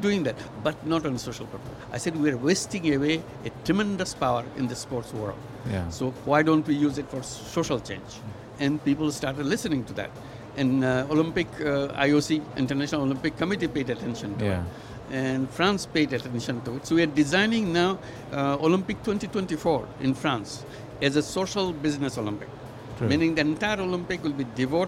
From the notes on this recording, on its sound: Live from IGCF 2022.